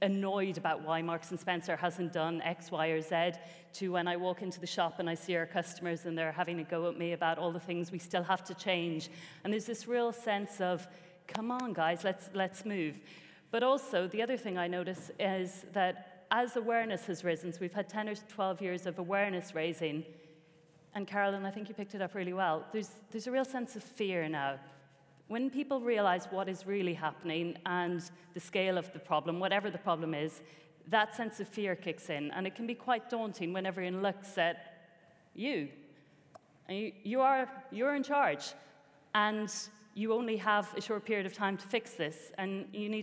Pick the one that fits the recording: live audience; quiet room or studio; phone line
live audience